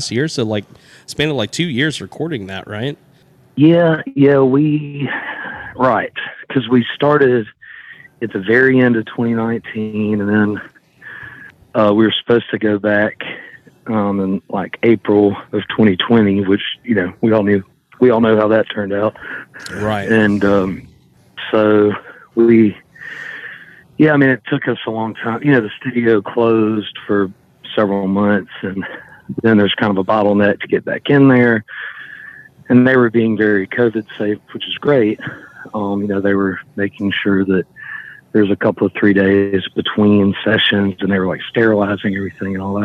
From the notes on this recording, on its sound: A phone interview